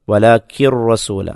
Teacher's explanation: വലാക്കിൻ എന്നതിലെ ആ നൂനിൻ്റെ ഉച്ചാരണം, സാക്കിനായ നൂനിൻ്റെ ഉച്ചാരണം അവിടെ കാണപ്പെടുകയില്ല. ആ നൂനിനെ റായിലേക്ക് ചേർക്കുകയാണ് ചെയ്യുന്നത്, ഇദ്ഗാം ചെയ്യുക എന്ന് പറയും.